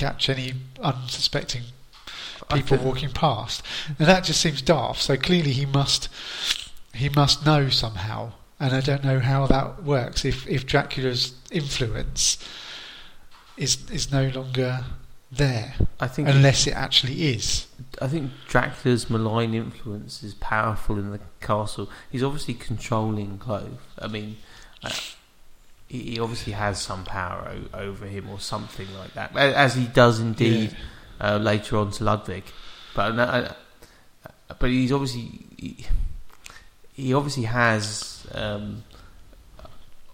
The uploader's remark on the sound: Quick note about the audio: the room we normally record in has been redecorated and has lost some of the soft furnishings. Therefore the audio is slightly echoey.